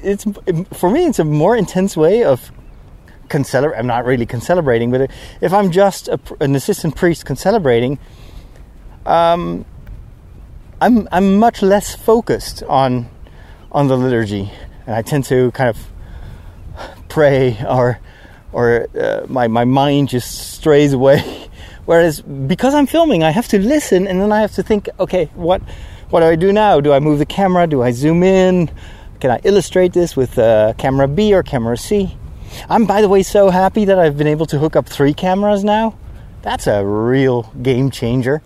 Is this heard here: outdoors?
yes